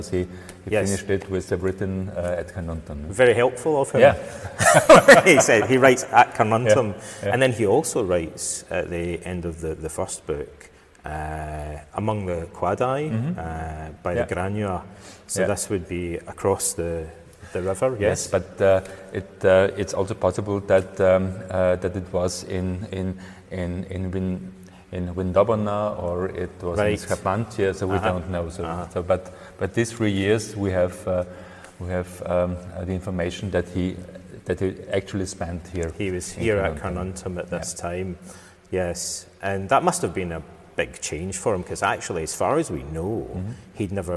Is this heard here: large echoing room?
yes